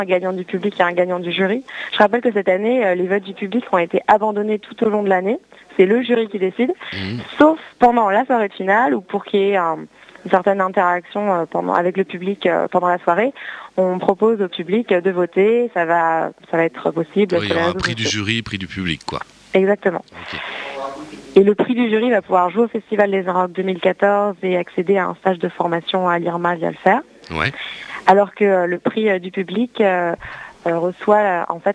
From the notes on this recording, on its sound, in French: Au t&amp;eacute;l&amp;eacute;phone, pour en parler! Au t&eacute;l&eacute;phone, pour en parler!